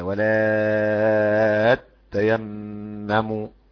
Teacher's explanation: ومن أدغم أيضا خفف، بدل تاءين نطقوا تاء واحدة، حرف واحد